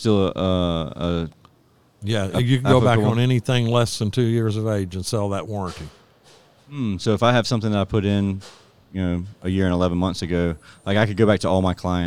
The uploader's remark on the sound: This episode is recorded live from the AHRexpo in Orlando FL 2020.